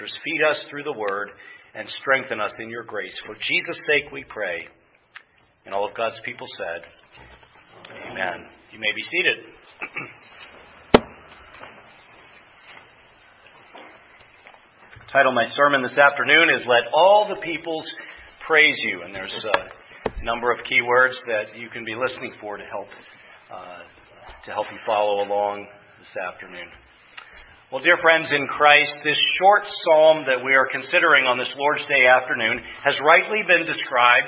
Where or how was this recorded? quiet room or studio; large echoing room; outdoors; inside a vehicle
large echoing room